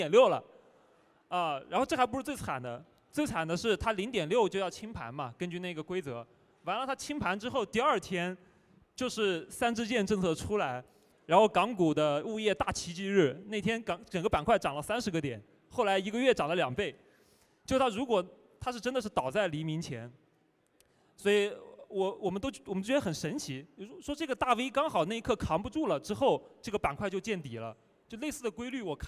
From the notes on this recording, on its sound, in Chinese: 在2023雪球嘉年华的“第二现场·厚雪场”。活动展台被观众层层裹住，没抢到凳子站着听完全程的观众占了半数。我们注意到现场有好几位观众时不时用纸笔记下要点。